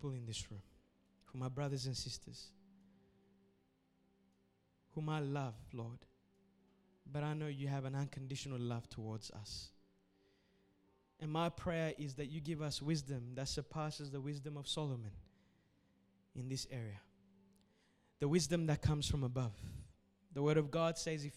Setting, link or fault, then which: setting, large echoing room